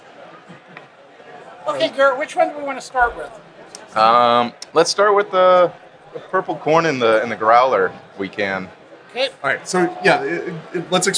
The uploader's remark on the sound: Live in Beervana. In this special live episode.